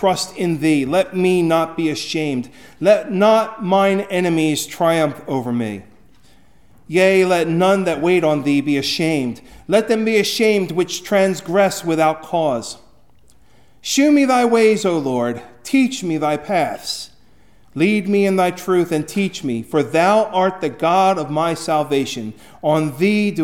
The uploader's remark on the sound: Recorded at Hudson UMC on February 18, 2024